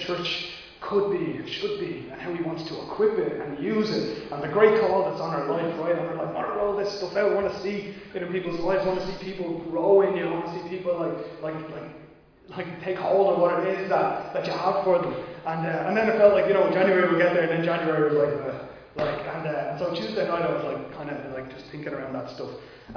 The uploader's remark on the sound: Recorded live in Liberty Church on 23 January 2022